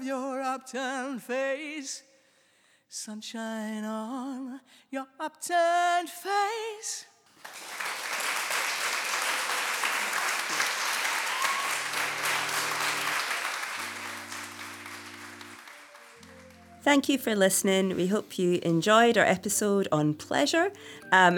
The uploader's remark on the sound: Recorded in front of a live audience at Glasgow Women’s Library.